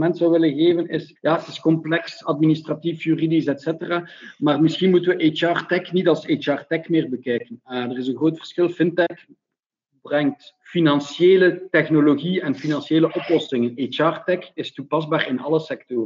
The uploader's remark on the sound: This episode of HR Talks is a recording of a panel discussion that took place during the recent Virtual HR innov & tech Day (powered by HRMinfo).